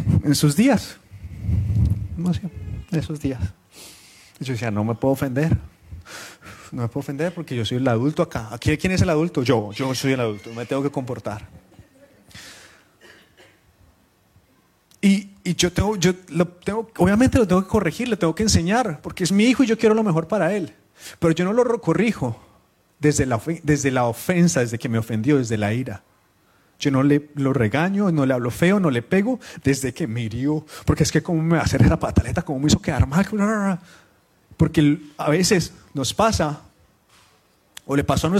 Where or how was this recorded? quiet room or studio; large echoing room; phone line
large echoing room